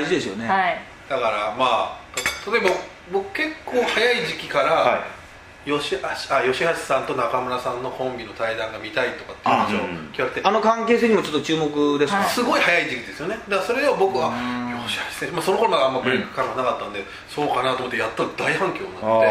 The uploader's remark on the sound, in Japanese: 終了後に下北沢のカラオケボックスで緊急収録を敢行!!今回の音声には、バックに若干ノイズ音が入っており、聞きずらい点がございます。